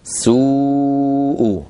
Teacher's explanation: هنا حرف الواو حرف مد وبعده همزة في الكلمة نفسها، إذن مد متصل